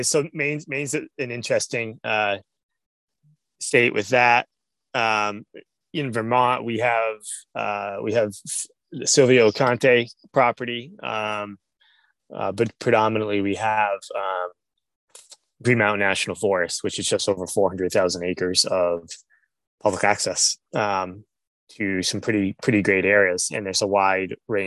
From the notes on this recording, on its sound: We recorded this over zoom, while both of us had relatively slow internet connections, so apologies for any issues with the audio.